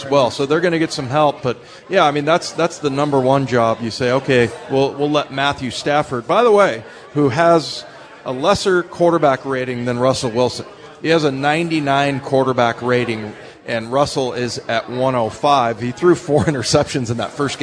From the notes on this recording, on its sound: live at Pearl Bar and Dining in Bellevue's Lincoln Square